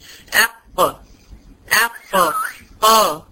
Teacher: طيب انا اعالج الموضوع ده ان انا اقول او يعني اسكن القاف، اجيب قاف ساكنه الاول ومن مكان القاف الساكنه دي اقوم ضم قاف ثانيه ايه، كاني بقول قاف مشدده بالضم، كاني كده اقول او او. يبقى انا عشان اجيب مخرج القاف اقصى لسان مع ما يحاذيه من الحنك الاعلى · Term: قاف فصيحة